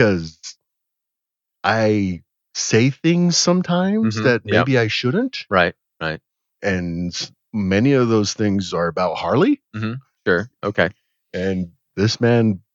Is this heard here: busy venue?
no